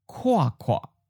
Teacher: fourth tone that ends in an H, drops the H and then becomes a second tone, high falling